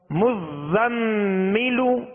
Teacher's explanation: زا کو سختی میں پڑھیں گے سیٹی کی آواز پیدا ہوگی